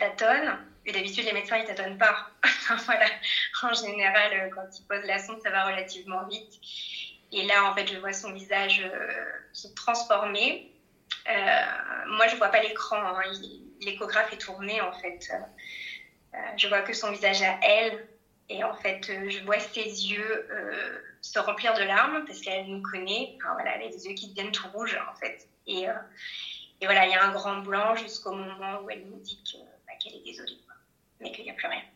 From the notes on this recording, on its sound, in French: J'ai eu le bonheur de partager un live Instagram